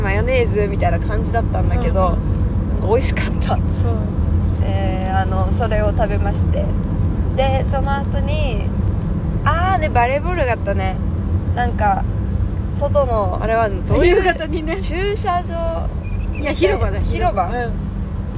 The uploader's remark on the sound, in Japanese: 第268回は、4泊5日の弓場農場での日々からそれぞれの家へ帰る途中で収録しました。